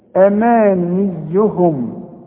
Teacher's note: مد الميم دي ألف كاملة، أمانيهم واكسر للنون، ما تقولش أمانيهم، أمانيهم لا، أماني، أمانيهم.